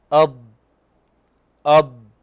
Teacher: طيب قلنا يظهر صوت الضاد برخاوته ويستقر في الحافة عند التصاقها بالأضراس العليا مع امتداد الصوت من بداية الطرف إلى نهاية الحافة. الصوت في الضاد يبدأ قويا ويبدأ يتخافت قليلا حتى يختفي، نقول أض أض، والمدة الزمنية التي يستغرقها الصوت في الضاد أكثر من المدة الزمنية التي يستغرقها الصوت في اللام. · Term: الاستطالة